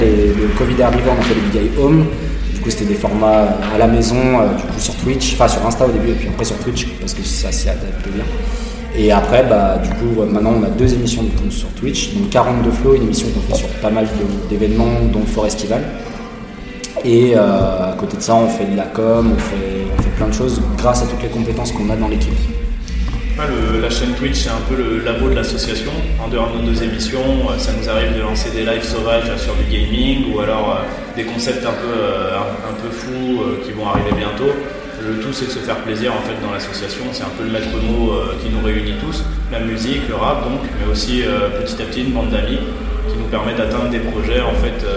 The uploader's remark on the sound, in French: Nous étions début septembre du côté de Montbrison pour la deuxième édition Urban Show. Un très bon moment partagé coupé par nos interviews que nous avons donné pendant le festival.